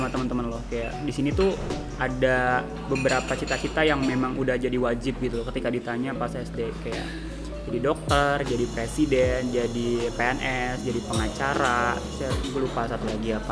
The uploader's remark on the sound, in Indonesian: ngobrol LIVE di salah satu cafe di Korea, jadi ambiance-nya agak beda nih dan kerasa di coffee shop gitcu